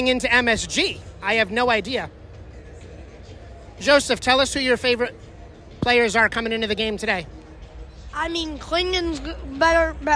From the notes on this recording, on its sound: We’re live, from The Mecca of basketball.